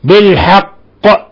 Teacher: إذا وقفنا عليها تقلقل قلقل كبرى